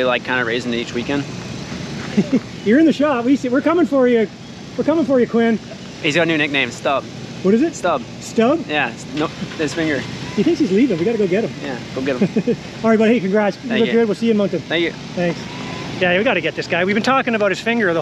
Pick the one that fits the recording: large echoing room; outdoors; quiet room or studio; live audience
outdoors